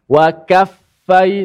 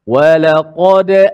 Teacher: Lam sebelum kaf dan a selepas kaf tu. Nipis. Dua tu nipis, tengah tu tebal. · Shown in: second take